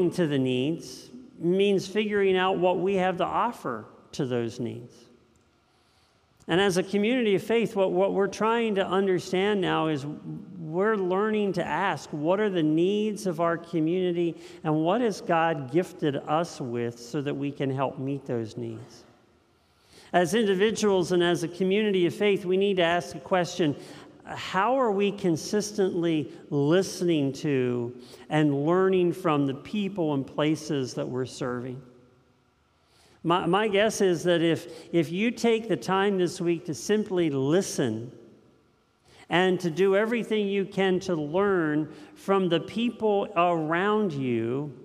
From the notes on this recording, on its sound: This message was first preached on 9/11/2022 at Linglestown Life in Harrisburg, PA